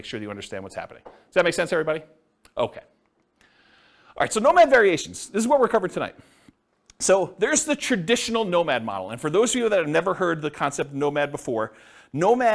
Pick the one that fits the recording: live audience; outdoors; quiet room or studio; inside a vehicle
live audience